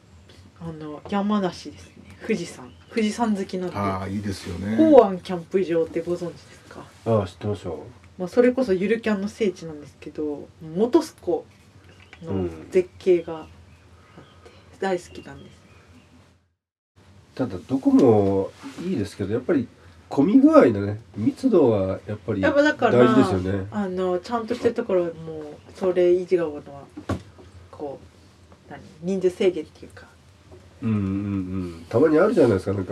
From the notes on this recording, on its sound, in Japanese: 雑音等、お聞き苦しい点がございます。なにとぞご容赦下さい。